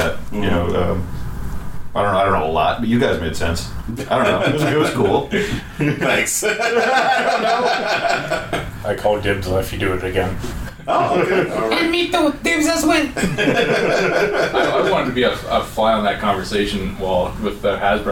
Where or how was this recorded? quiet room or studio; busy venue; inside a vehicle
busy venue